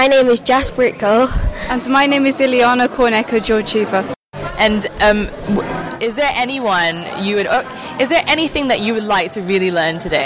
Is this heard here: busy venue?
yes